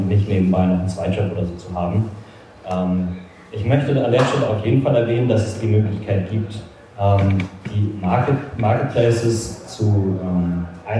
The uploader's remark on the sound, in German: Live Event aus Stuttgart